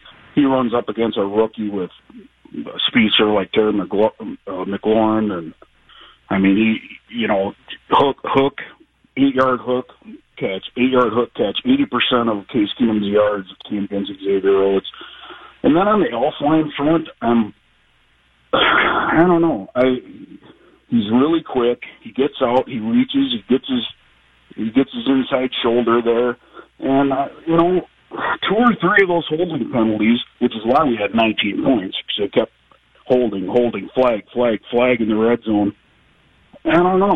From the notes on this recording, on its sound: take your phone calls